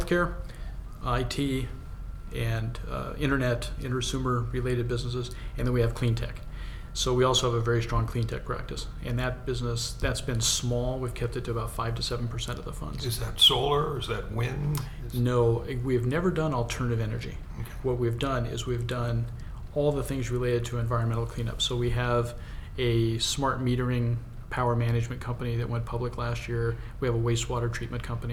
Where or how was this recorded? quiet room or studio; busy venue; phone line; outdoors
busy venue